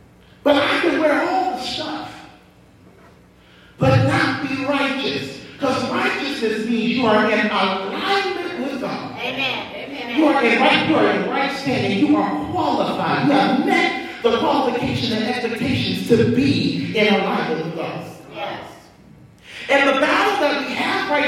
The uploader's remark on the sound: preached at Greater Works Outreach Worship Center in Nelsonville, OH